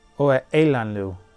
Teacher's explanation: the glottal stop is a little bit easier to hear when it's between words in a sentence like that. You can hear the audible pause.